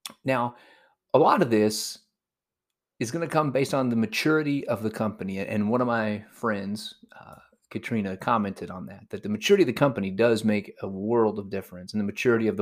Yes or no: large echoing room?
no